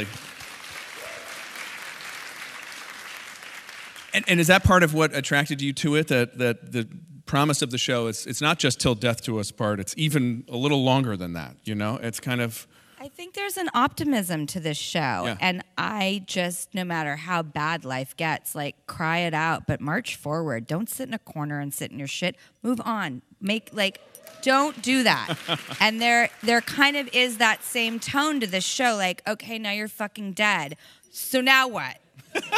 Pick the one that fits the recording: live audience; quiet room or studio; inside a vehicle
live audience